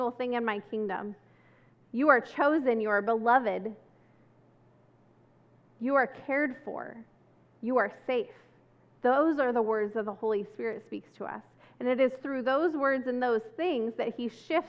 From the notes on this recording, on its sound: This service was recorded on Sunday, September 11.